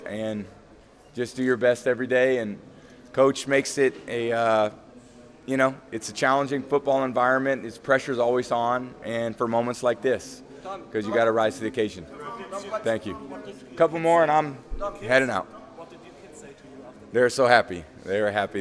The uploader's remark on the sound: Super Bowl LIII Press Conference